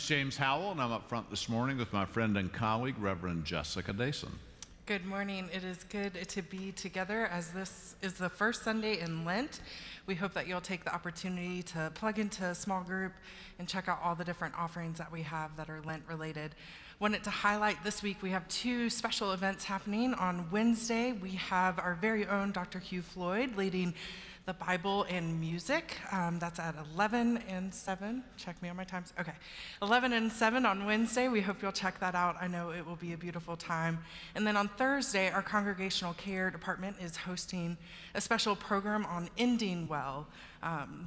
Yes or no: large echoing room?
yes